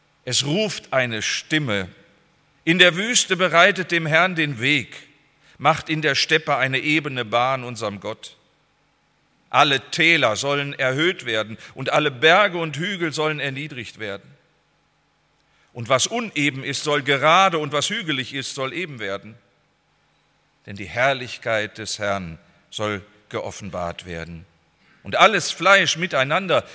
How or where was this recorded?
large echoing room